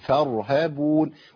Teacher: يعني ما خليش الفاء تطغى على الراء بالترقيق ولا خلي الراء تطغى على الفاء بالتفخيم